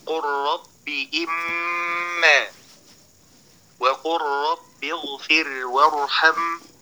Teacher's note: قال السخاوي رحمه الله تعالى: واللام عند الراء أدغم مشبعا محضا إذ الحرفان يقتربان. أوصى السخاوي رحمه الله تعالى بإدغام اللام الساكنة عند الراء إدغاما محضا كاملا تاما